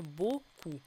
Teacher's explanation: Помним, что это закрытый «о», поэтому глубокий звук. «У» тоже, чтобы не улетело ни в какое «ü».